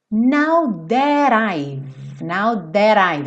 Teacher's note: I've, sem pronunciar o E, então para aqui no som do V